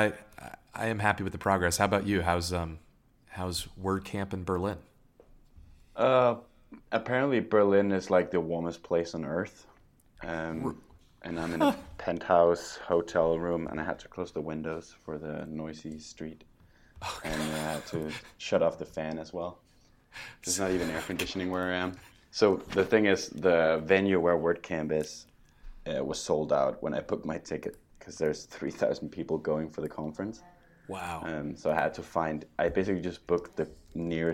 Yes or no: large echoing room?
no